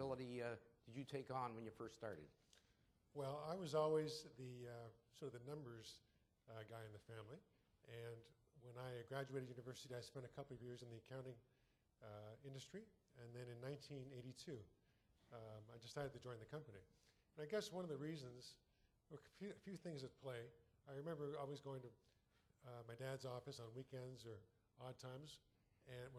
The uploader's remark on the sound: Attendants at ULI’s 6th Annual Fireside Chat listened silently. 2014 Fireside Chat.